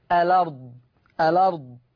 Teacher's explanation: هيشيل الهمزة وياخد الفتحة يحطها لمين؟ للام، فتبقى اللام مفتوحة · Term: النقل